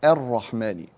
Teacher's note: فالهمزة مرققة تبقى مرققة والراء مفخمة تفخمها